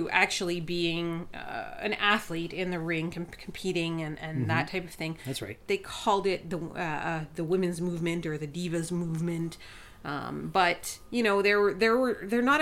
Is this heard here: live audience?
no